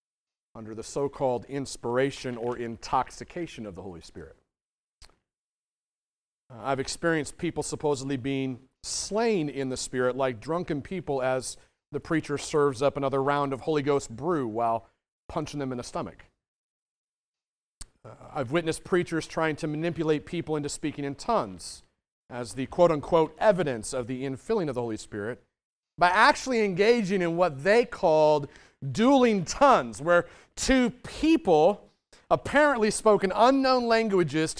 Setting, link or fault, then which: setting, large echoing room